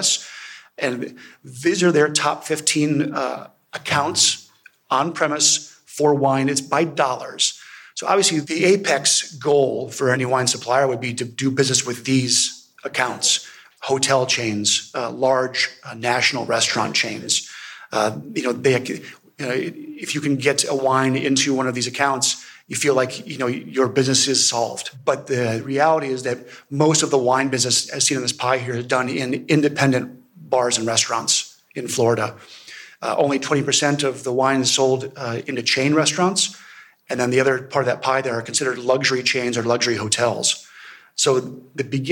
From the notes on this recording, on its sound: We present the session recordings from the wine2wine Business Forum 2023. Recorded during the Forum held in Verona in November 2023. Wine2wine Business Forum is an international wine business event, held annually in Verona, Italy since 2014.